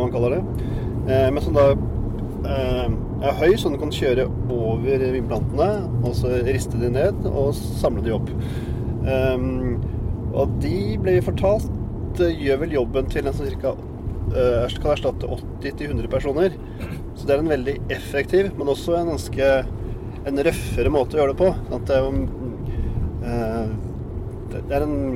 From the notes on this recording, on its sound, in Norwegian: Lyden er ikke helt super i denne episoden, men forhåpentligvis tåler du litt bilstøy. Det var nemlig så spennende å være med på innhøstingen at vi måtte ta opp podcasten mens vi kjørte bil... Dette er den andre av tre episoder fra vårt besøk i det franske vinområdet Jura.